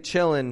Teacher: in informal speech, you can drop the G off of words that end in ing. I'm chilling.